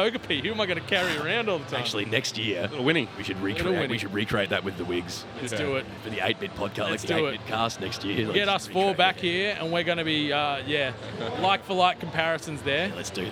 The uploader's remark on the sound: Live from PAX 2019. Coming at you live from the PAX show floor.